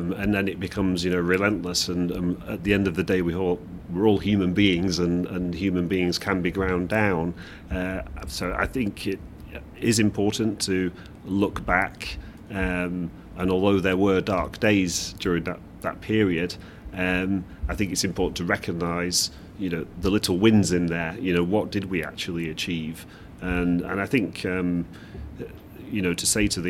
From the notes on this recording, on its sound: Live from the GC Strategy Summit. Comes to you live from The Lawyer ’s recent GC conference in Bedfordshire. Join to tell listeners what they’re hearing behind the scenes at the conference.